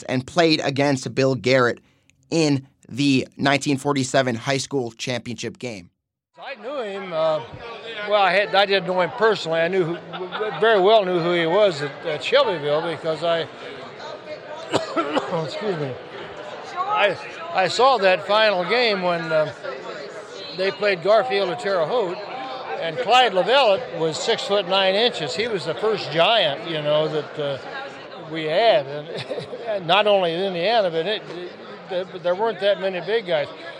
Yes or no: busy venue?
yes